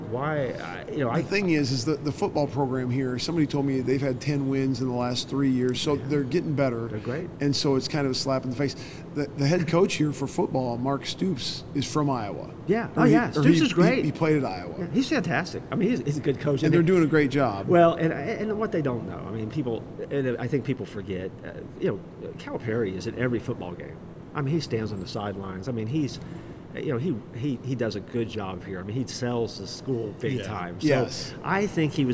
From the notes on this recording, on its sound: LIVE from CPE 2022!